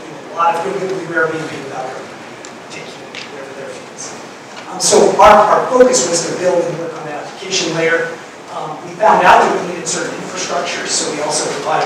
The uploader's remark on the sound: Fireside Chat at Denver Startup Week